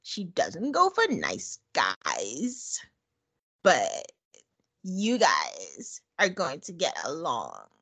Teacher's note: So a vocal fry, the emphasis is at the end. So there's an uptick at the end of every statement or sentence or something.